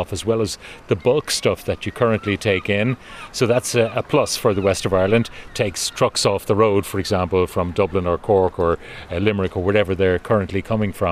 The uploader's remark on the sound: We take a walking tour of Galway Port